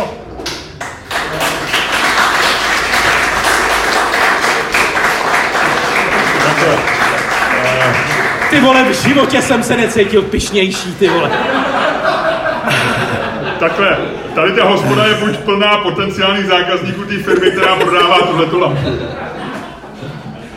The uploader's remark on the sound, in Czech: SPECIÁL ŽIVĚ. Poprvé jsme totiž vysílali ŽIVĚ před publikem, a to ze smíchovské hospody Kwak.